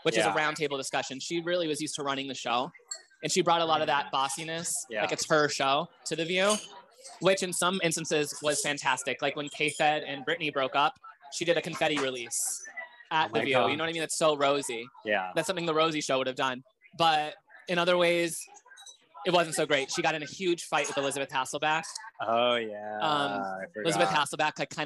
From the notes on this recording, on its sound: a live pod at Cafe Reggio in the Village